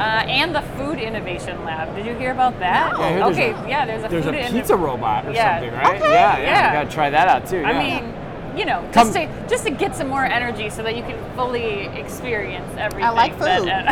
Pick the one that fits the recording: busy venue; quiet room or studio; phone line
busy venue